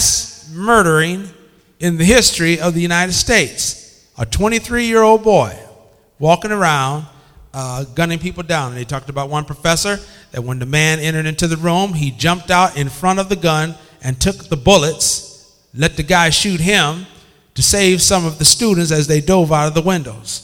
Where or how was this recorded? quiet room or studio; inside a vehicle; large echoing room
large echoing room